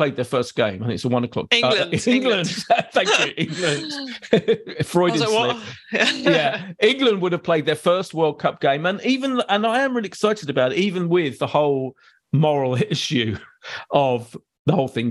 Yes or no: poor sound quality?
no